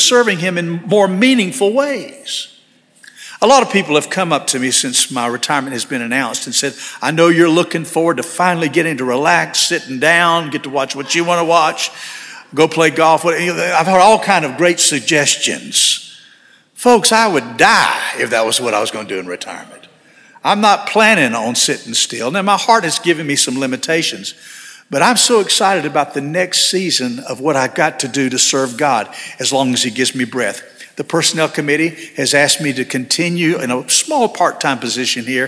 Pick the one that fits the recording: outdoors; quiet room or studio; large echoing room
large echoing room